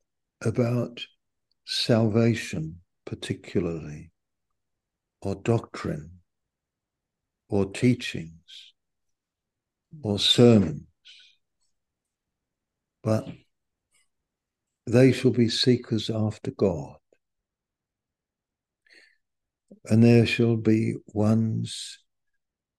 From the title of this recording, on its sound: Malaysia Meets (Zoom)